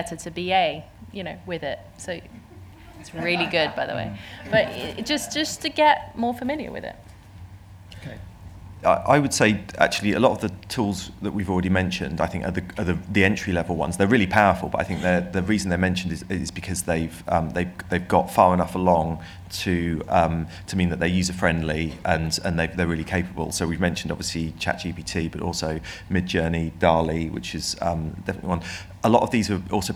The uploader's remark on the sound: This podcast is a recording of a speaker session from the AI Creative Summit, held at BFI Southbank, London, in November.